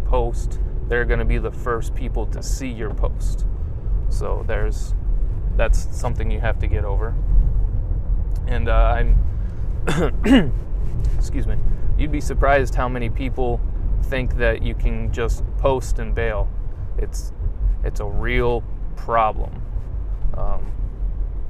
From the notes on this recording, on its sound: This episode is apart of a series called morning rants, where I talk about my ideas while driving to my day job.